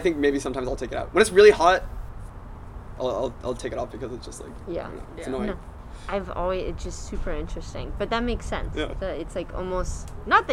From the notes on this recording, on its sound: Audio might be more variable than usual due to masks ALWAYS staying strapped and the natural noises of a UCLA apartment's patio being hussling and bussling (where this interview took place).